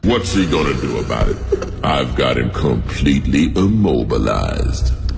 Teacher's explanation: 狂妄啊，有恃无恐，说话自带气泡音呢